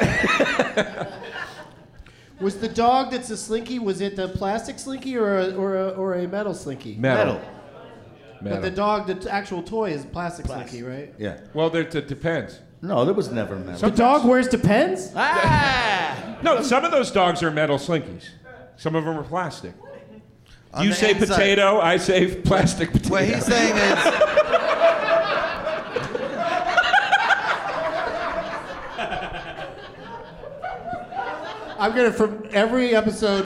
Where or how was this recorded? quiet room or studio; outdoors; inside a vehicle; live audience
live audience